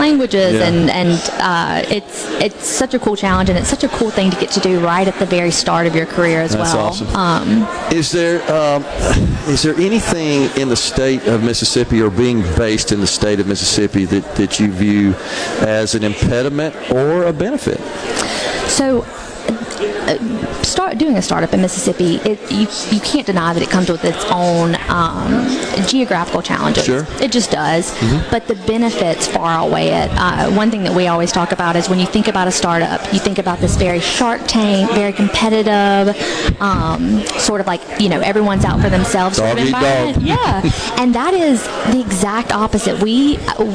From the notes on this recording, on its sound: LIVE from the Accelerate Technology and Innovation Event today from the Westin Hotel in downtown Jackson